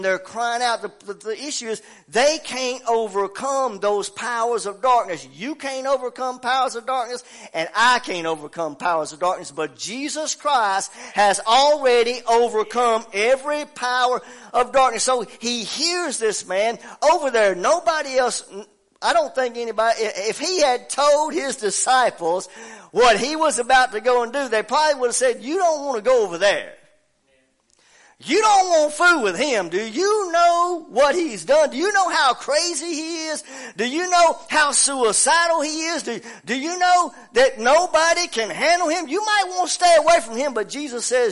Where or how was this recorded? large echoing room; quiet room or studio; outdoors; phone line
large echoing room